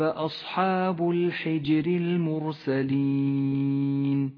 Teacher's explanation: والآن لاحظ الراء في كلمة الحجر ولقد كذب أصحاب الحجر المرسلين رققت الراء هنا في كلمة الحجر لأنها مكسورة